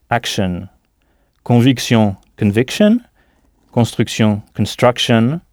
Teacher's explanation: Pour ce qui est des mots en kshun, c'est tout aussi prévisible puisqu'on retrouve la même terminaison en anglais qui se prononce kshun